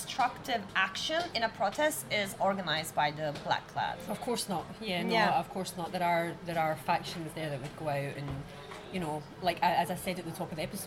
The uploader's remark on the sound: We recorded this episode on 2 December 2023, at Paradis du Fruit. We recorded this episode on 2 December 2023, at Paradis du Fruit .